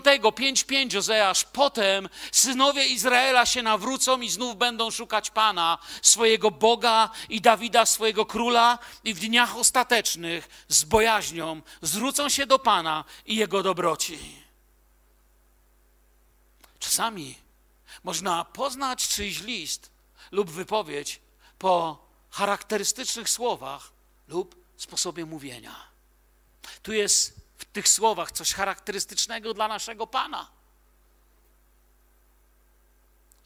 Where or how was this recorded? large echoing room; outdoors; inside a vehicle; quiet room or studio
large echoing room